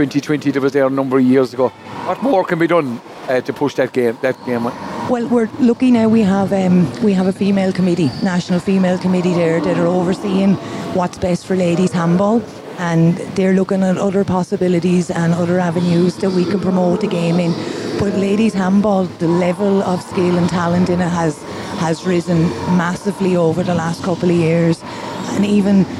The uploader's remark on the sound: Broadcast a three hour show Live from the 60 by 30 alley at Tuamgraney handball club on the final day of the 2023 GAA Handball Irish 4 Wall Nationals that were held in Alleys all over County Clare at the weekend.